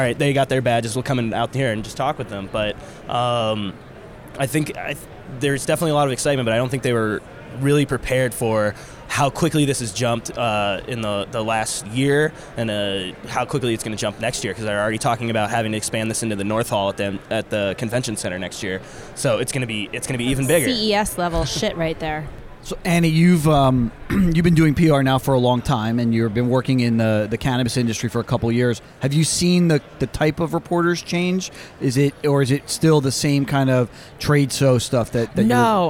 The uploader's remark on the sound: Special broadcast from the floor of the Marijuana Business Conference in Las Vegas. Took to Podcaster’s Row to chat with a number of guests.